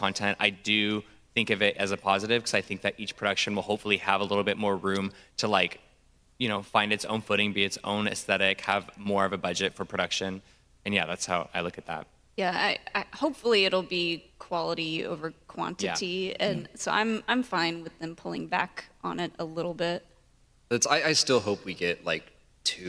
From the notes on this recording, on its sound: Live from GCX. Gaming Community Expo.